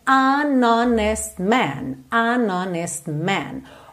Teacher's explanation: Normalmente a letra H em inglês tem esse som h, h. Mas aqui na palavra honest, o H é mudo, então a gente tem an honest man, an honest man.